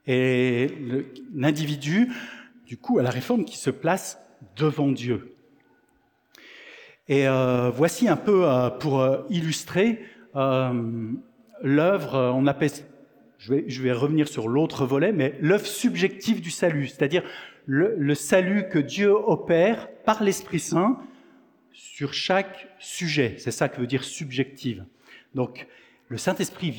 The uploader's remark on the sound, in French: Enregistré à l'église CVV, le 17/09/2023